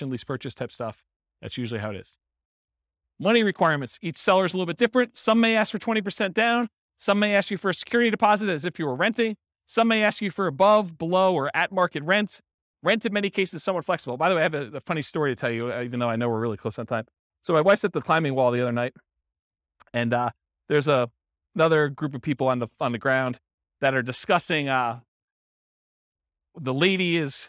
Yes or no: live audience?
yes